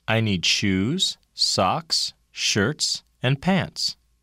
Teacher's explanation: The intonation pattern used in counting and listing is a series of level and rising tones that end with a final drop in pitch.